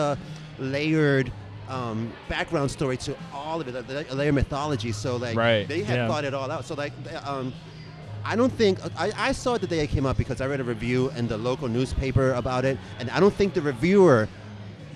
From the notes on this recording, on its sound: LIVE FROM LOVE CITY BREWING COMPANY!